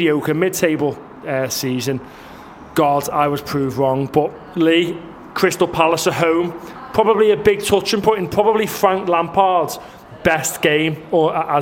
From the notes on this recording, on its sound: Live from The Baltic Fleet.